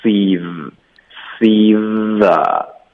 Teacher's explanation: bring you heretoo，to 我们会浊化，然后弱读，所以就变成 here 的 here 的，这个的就是代表 to 的发音。 here to seethe， see the 没有变化，可是也尽量要连读连贯， see 的这个 e 会持续到 z，你可以试着就是发 seez，把它说得像一个词一样 seez， seethe，不要把它分段咬得很清楚的说 see the see the see the seethe，这样连发 seethe，那后面我们就有 Bapstein， Bap 结尾的